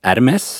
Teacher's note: Sen vad jag har förstått så uttalas det Hermes, alltså du lägger bort H, men du ska definitivt uttala S. Och vissa säger Hermé.